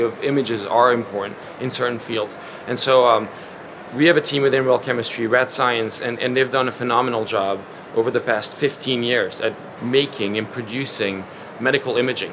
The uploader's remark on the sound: Live from SXSW 2023. Originally recorded in front of a live audience at SXSW 2023.